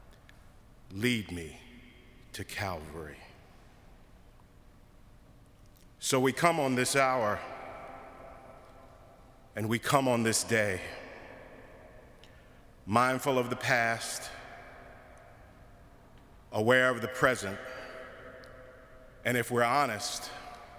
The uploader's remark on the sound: preached at our Good Friday service on April 15, 2022